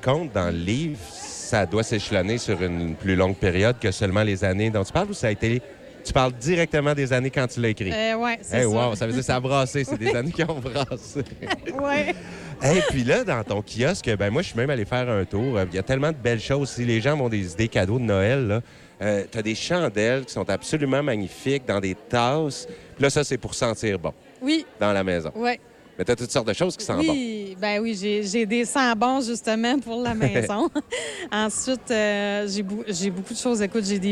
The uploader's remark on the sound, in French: Qui nous parle en direct du marché de Noël de l'école Marie-Gaétane de Kedgwick.